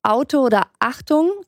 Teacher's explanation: ganz am Anfang bei dem Vokal, den man sagt, da ist so ein leichter Knacklaut. Man sagt ja nicht H, sondern A.